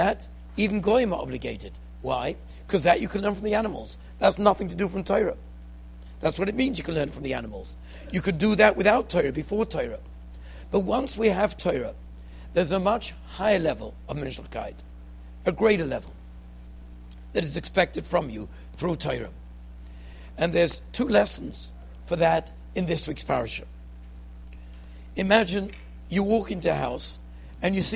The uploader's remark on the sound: Shiur recorded in Yeshivas Ohr Reuven, Monsey, NY.